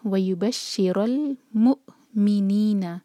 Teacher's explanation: کیونکہ ہم یہاں پر رک رہے ہیں تو نون کو ہم ساکن کر کے رکیں گے · و یو بشی رول، روک پر فتحہ، رو ہیوی ہونا چاہیے، رو کو لام سے جوڑیں گے، اور یہاں پر جو حمزۃ الوصل ہے اس کو نہیں پڑھیں گے. رو کے اور لام کے بیچ میں جو الف ہے یہ حمزۃ الوصل، یہ نہیں پڑھا جائے گا. ہم نے لاسٹ ٹائم دیکھا تھا کہ جب بھی یہ ورڈ کے بیچ میں آئے تو ہم اس کو پرناؤنس نہیں کرتے.